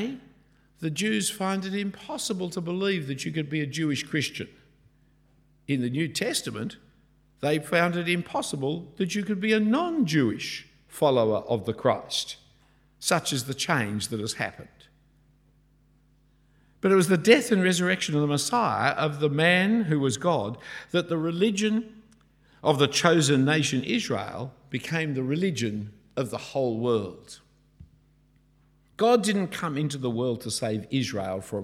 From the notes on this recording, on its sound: A talk preached at St Andrews the Great at Cambridge